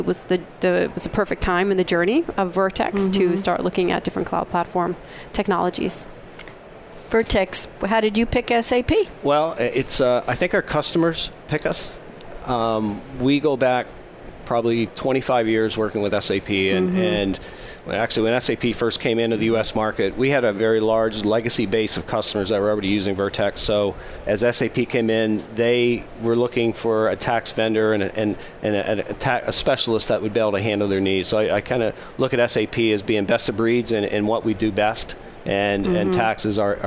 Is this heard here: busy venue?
yes